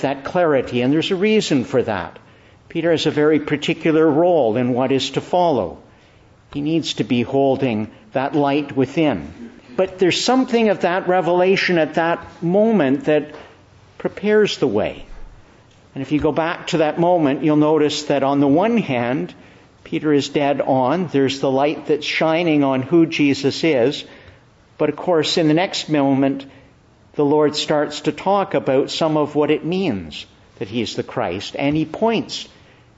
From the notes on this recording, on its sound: Preached in the Church of the Annunciation, Ottawa